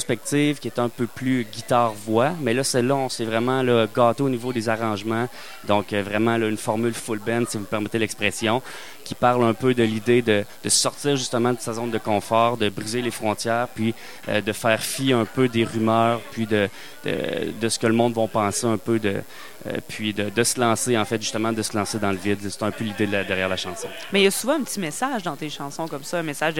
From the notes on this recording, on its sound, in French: Au Festival d'été, sur les ondes de CKRL 89,1 en direct du bar Le Sacrilège.